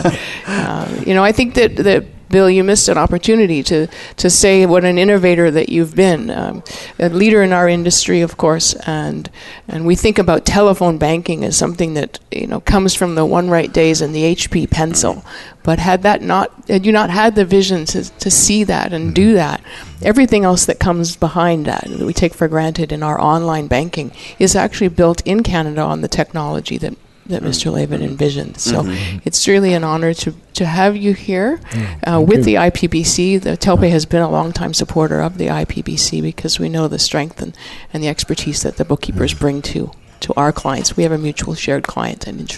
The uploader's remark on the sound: Live Broadcast at the The IPBC IGNITE Conference.